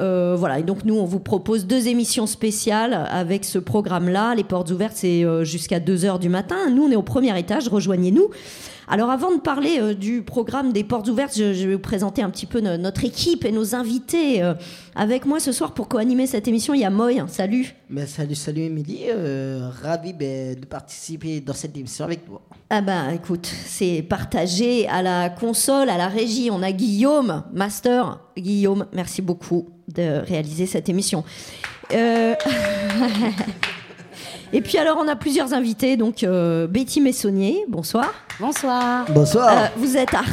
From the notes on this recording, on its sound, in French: Une émission enregistrée en public, au 6b, à Saint-Denis, 6 -10 Quai de Seine, 93200 Saint-Denis. À l'occasion des Portes Ouvertes du 6b.